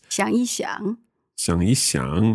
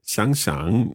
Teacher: And there, can I just double check that your tones, because you had previously said 想想, that's a third tone and a third tone, but the first third tone becomes the second tone. · Shown in: second take · But if you put in the yi, then you keep the third tone. You keep the tone.